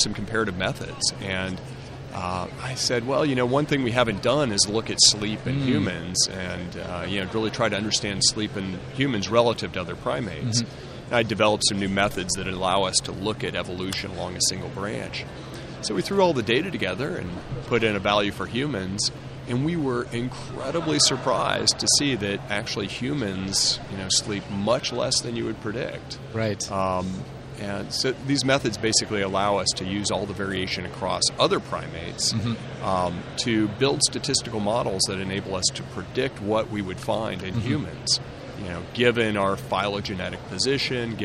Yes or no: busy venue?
yes